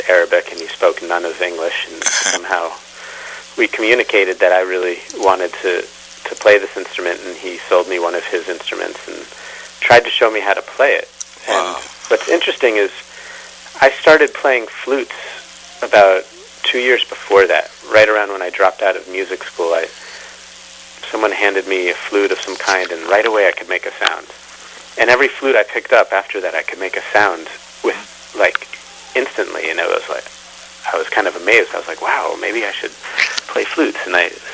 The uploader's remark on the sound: Conducted by telephone in May 2013.